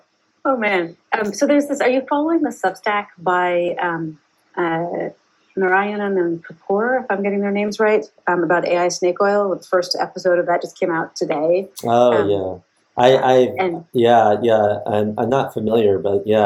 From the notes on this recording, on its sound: Apologies for the sound. This is our first time streaming and we had to figure out some bugs with Twitch and Zoom.